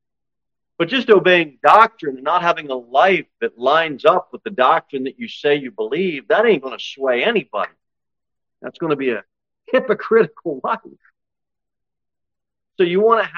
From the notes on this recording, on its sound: Sermon delivered at Pilgrim Baptist Church on Thursday, August 24, 2023, at 6-15 pm.